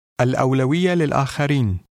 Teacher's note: the ta marbuta is pronounced without the t sound. The ya in the first word includes a shada.